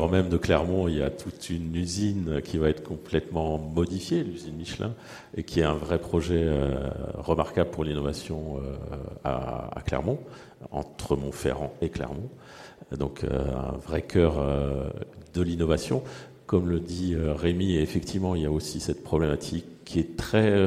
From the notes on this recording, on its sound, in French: enregistré à Clermont Ferrand, à l’occasion de la Movin'On Expo au siège du Groupe Michelin